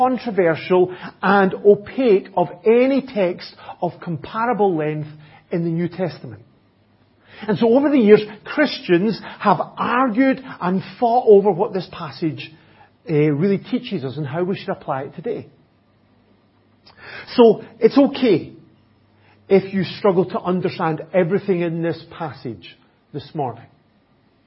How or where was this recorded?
large echoing room